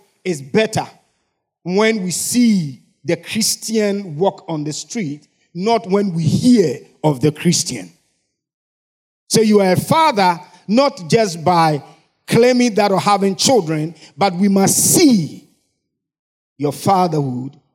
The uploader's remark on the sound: Sermon preached at CBC Shiashie Campus